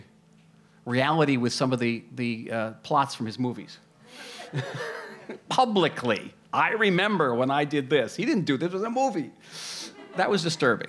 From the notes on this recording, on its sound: SPECIAL LIVE EPISODE. This episode was recorded with live audience at Soho House Jaffa. The event was produced by TLV International Salon. We’re sitting here tonight in the magnificent ancient city of Jaffa, sipping cocktails and enjoying this beautiful venue provided by our wonderful hosts, SOHO House.